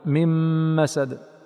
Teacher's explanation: واو، وقوله تعالى: في جيدها حبل من مسد، الأصل من مسد فأدغمت النون في الميم بغنة